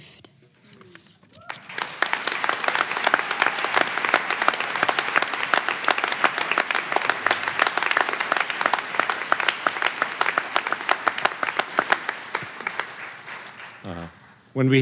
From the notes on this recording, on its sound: The event was recorded on May 13, 2009 in front of a live audience at New York's 92nd Street Y.